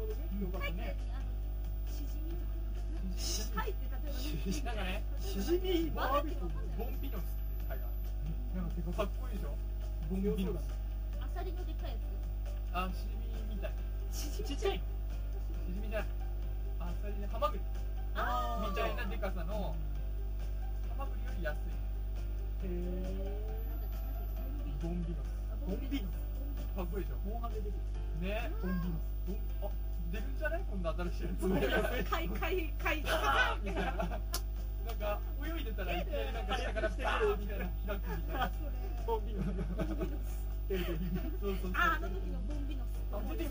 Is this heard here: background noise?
yes